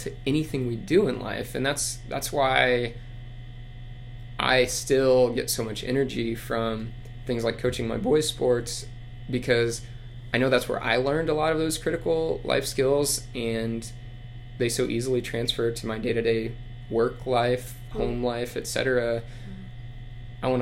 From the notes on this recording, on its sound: Please bear with us as our audio quality was slightly hampered thanks to AC buzz.